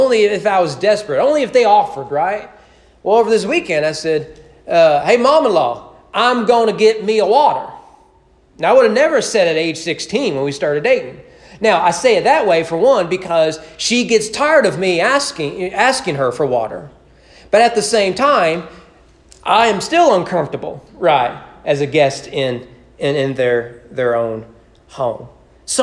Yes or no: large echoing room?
yes